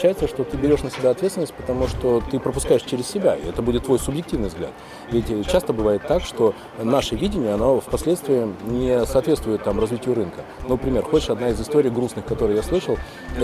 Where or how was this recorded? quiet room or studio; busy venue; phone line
busy venue